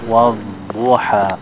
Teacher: They're touching the top of the mouth, so the sound is coming from the gums, the tongue, between the tongue and the side of the molars